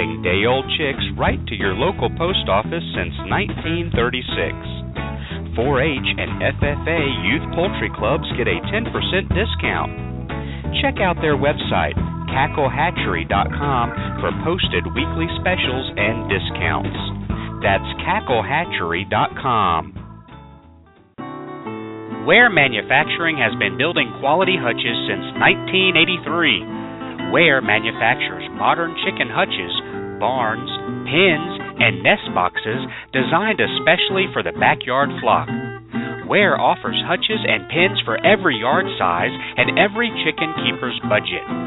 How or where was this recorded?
phone line